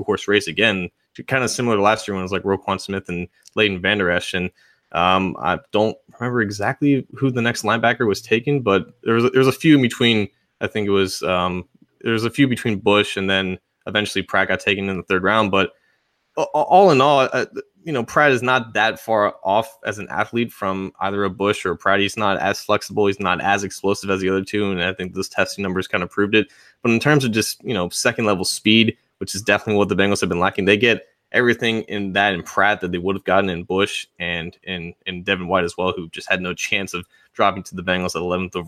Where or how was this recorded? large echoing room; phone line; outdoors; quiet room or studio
quiet room or studio